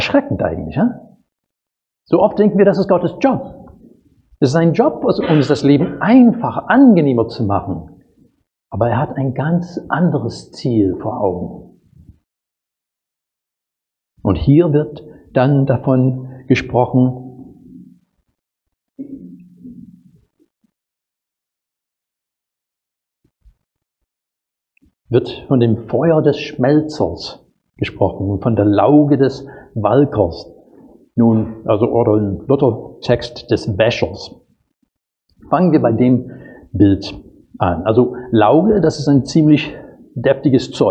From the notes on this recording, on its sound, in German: Predigt aus dem Gottesdienst